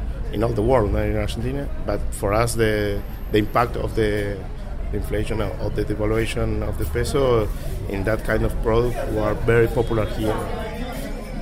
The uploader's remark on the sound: a special episode from the annual meetings of the Fund and World Bank in Washington